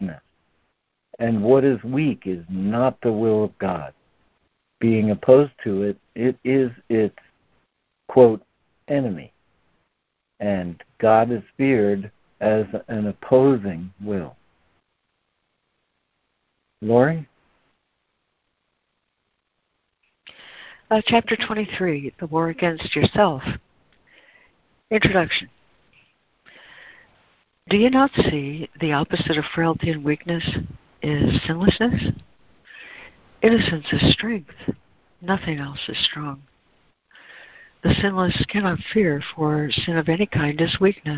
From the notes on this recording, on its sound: ACIM Daily Conference Call.